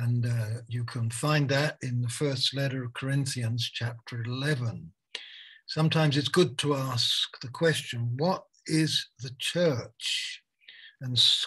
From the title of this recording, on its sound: Malaysia Meets (Zoom)